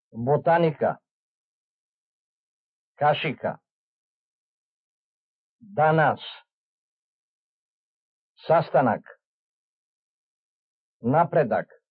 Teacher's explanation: Short rising stress before a short vowel